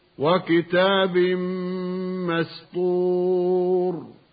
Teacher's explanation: يلاحظ ضرورة المحافظة على ترقيق السين وتفخيم الطاء من كلمة مسطور، ولا بد من تخليص الحرف المرقق من الحرف المفخم، مثل تخليص السين هنا من تفخيم الطاء، فإننا لو تساهلنا في هذا لصارت السين صادا هكذا مسطور فيتغير المعنى.